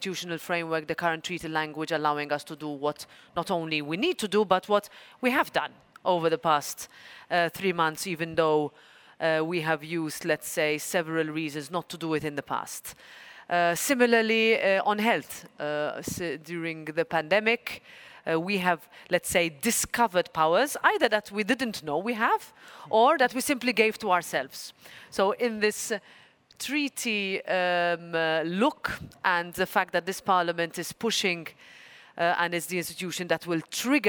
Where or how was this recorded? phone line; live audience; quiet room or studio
live audience